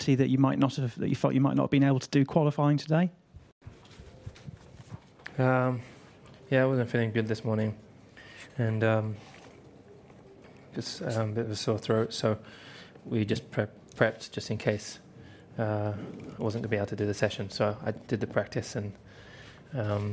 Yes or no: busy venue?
yes